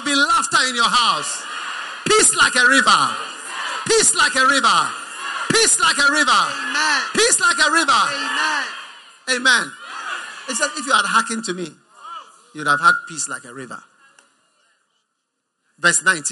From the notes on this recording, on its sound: Preached at the First Love Center, Accra.